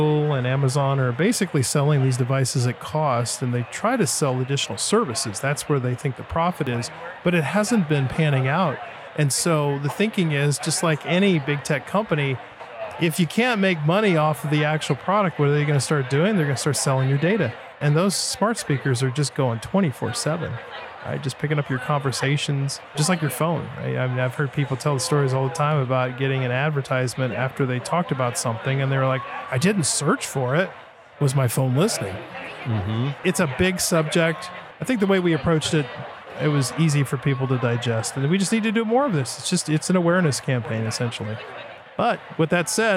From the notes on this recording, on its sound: Privacy Files hit the road and recorded this episode at the Anonyome Labs booth on the floor of the 2023 Utah Pinners Conference & Expo in the Greater Salt Lake City Area. Pinners is a two-day event where 35,000+ creative enthusiasts, DIY aficionados and expert makers meet.